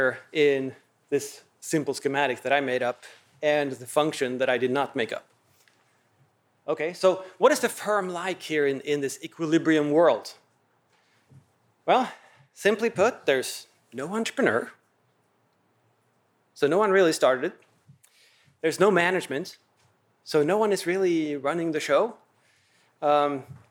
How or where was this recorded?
large echoing room